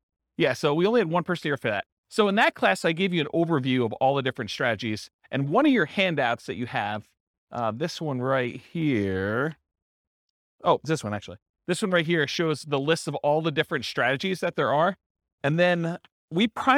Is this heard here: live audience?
yes